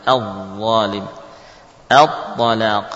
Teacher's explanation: A tetap dibaca tipis. Baru setelah masuk ke dha, nah, ditebalkan